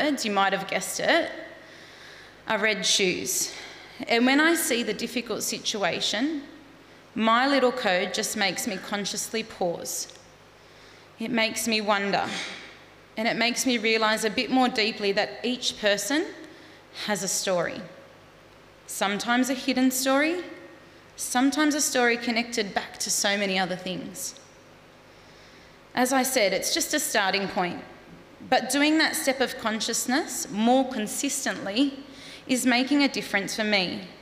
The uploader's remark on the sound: Live Studio Audience